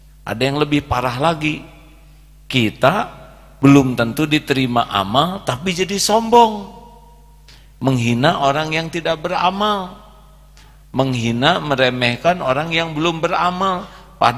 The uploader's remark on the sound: live dari Masjid Daarut Tauhiid Bandung